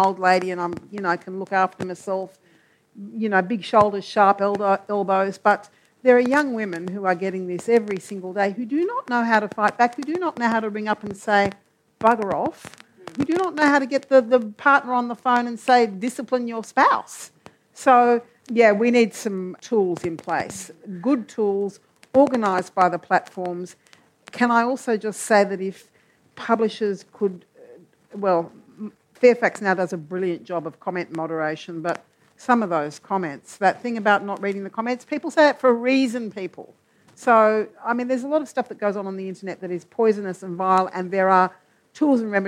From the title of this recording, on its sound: Live Panel